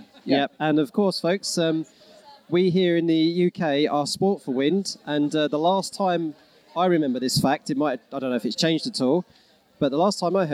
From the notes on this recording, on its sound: A special episode recorded on-location at the Norwich Forum for the Norwich Science Festival. (On Location, UK).